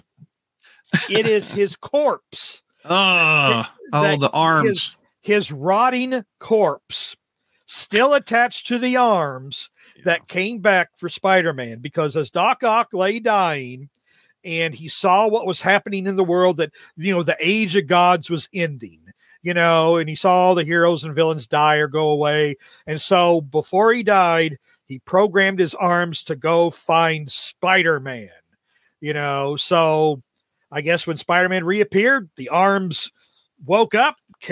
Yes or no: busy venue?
no